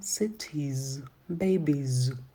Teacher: И также после гласных звуков, если существительное заканчивается на гласный, то же самое мы, когда добавляем множественное число, мы читаем окончание звук «з»